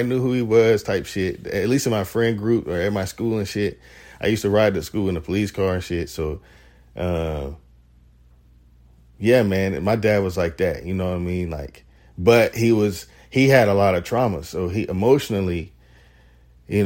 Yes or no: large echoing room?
no